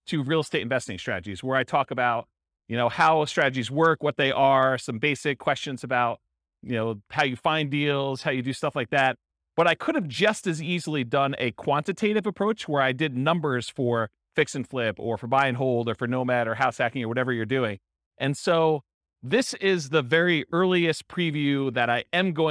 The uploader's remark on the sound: This was a live class recorded